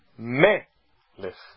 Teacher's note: Rei, em hebraico, é melech. O acento é uma paroxítona. Melech. E não melech.